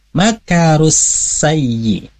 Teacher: Maka jangan dibaca panjang, langsung masuk ke huruf sin.